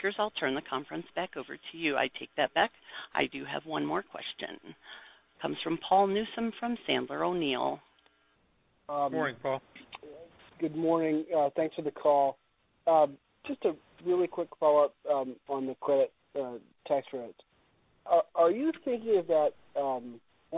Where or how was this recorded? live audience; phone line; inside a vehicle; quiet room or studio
phone line